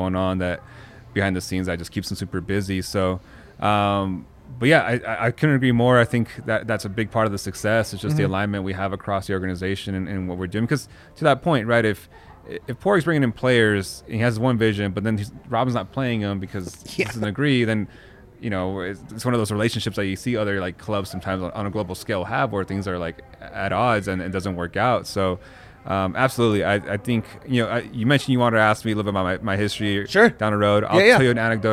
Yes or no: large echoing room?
no